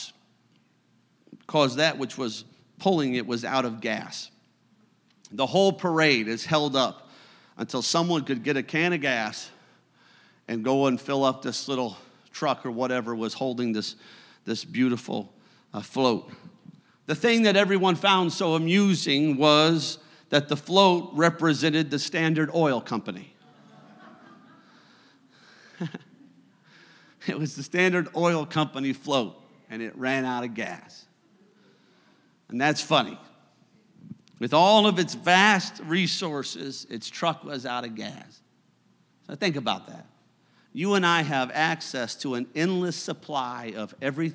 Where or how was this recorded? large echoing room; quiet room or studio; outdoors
large echoing room